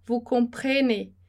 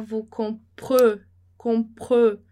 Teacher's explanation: Não vai abrir esse E · Shown in: second take · não vai dizer vous comprenez, tá? · Term: fechado